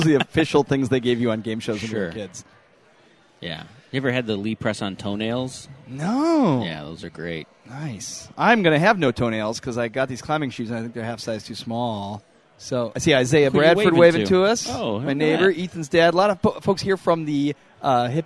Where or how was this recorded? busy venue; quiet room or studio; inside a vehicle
busy venue